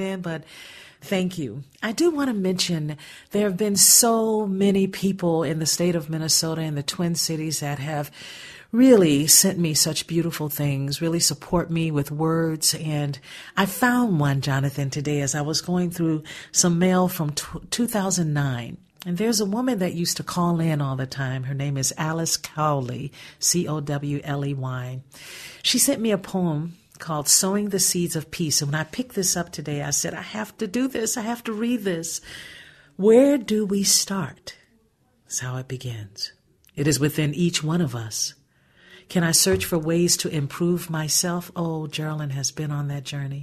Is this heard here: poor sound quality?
no